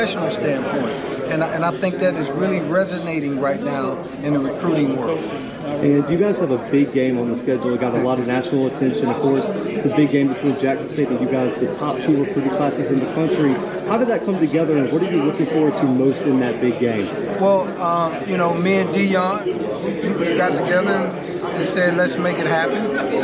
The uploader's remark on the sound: 2022 Big South Media Day. The Bluebloods are live from Big South Media Day in Charlotte, NC.